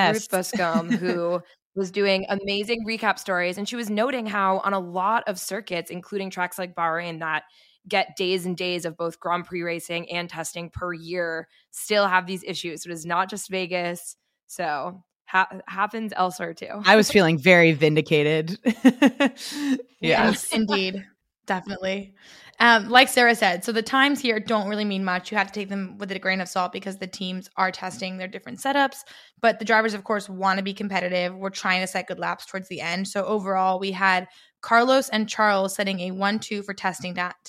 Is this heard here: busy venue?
no